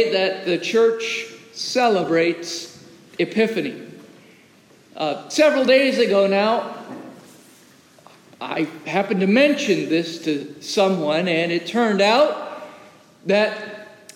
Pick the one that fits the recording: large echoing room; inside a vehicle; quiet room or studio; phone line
large echoing room